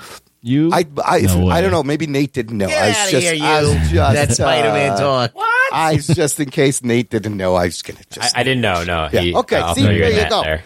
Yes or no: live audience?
no